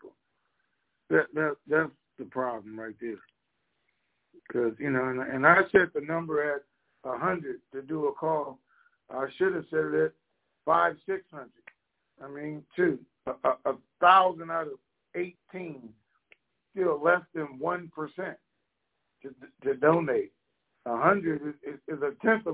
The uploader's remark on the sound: TNTSuperfantastic Conference Call